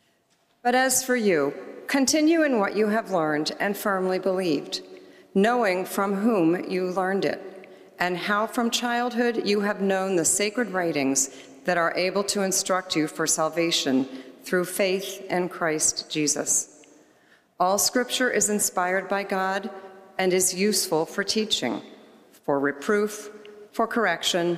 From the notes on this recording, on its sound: preached on October 15, 2023 at First Presbyterian Church of Allentown